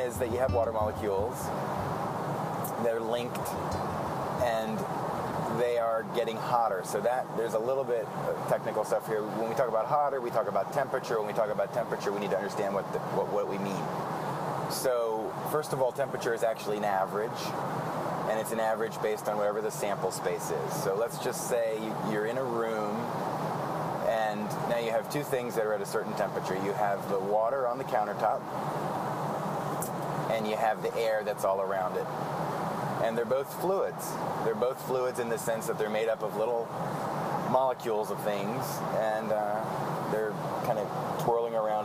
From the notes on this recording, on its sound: The episode takes place in a van. Prepare yourself for the soothing background hum of the open road. Records his thoughts with a mobile microphone.